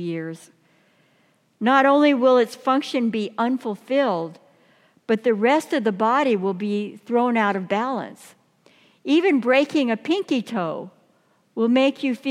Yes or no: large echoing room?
yes